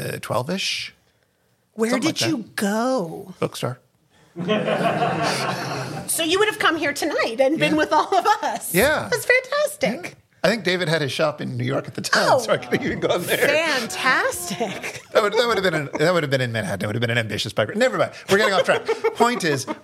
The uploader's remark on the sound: Live in Portland, Oregon. Live in Portland, Oregon.